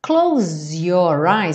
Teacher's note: Muitas vezes esse som de Z acaba sendo modificado para um som quase de J.